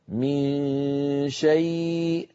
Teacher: الحرف الذي بعده حرف الشين، ومثاله في النون، من شيء لاحظوا بأن الغلبة لصوت الخيشوم